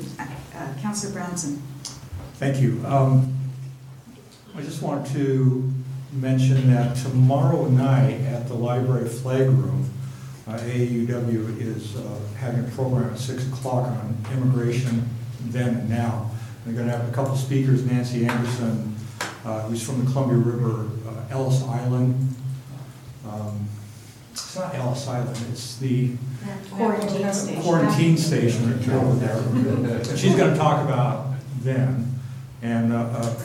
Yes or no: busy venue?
yes